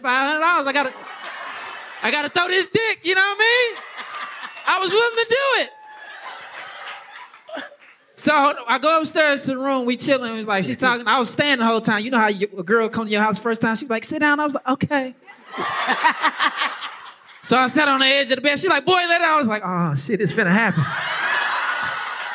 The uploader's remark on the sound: Joining us live on the stage